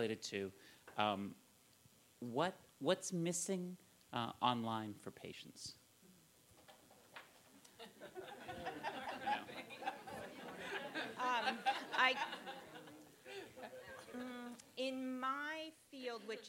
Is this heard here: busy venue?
yes